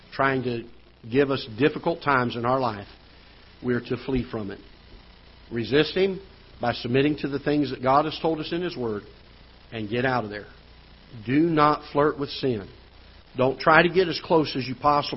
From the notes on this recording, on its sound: Ketha Heights Baptist Church ~ Live Broadcast.